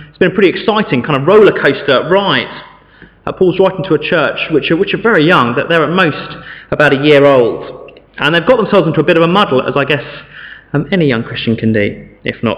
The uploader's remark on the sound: Sermon from St David's Church, Morton-in-Marsh, Evening Service